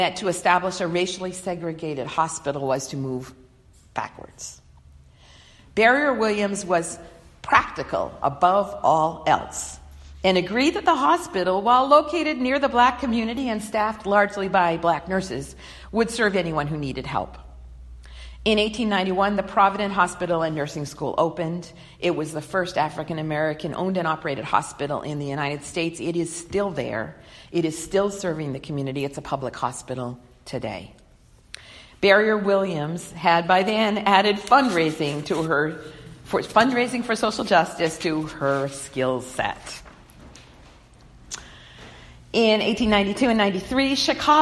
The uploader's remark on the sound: delivered on Sunday, March 1, 2020 at the Unitarian Universalist Congregation in Andover